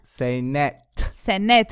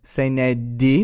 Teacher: The bill. So senedi, that T turning to a D. · Shown in: second take · Term: consonant mutation